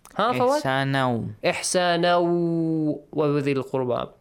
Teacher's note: a غنّة sound, nasal sound, and also extend the sound for two beats.